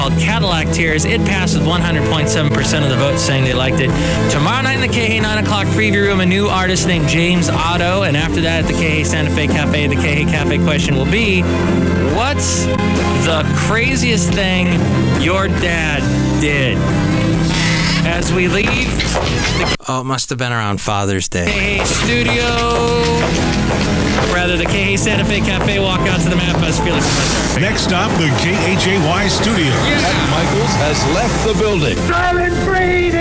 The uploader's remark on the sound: podcasts live from Cafe Anyway